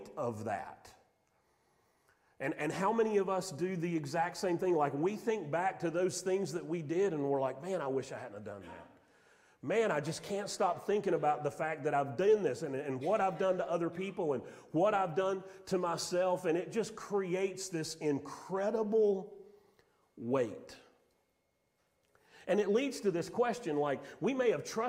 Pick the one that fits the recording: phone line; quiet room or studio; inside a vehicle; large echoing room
large echoing room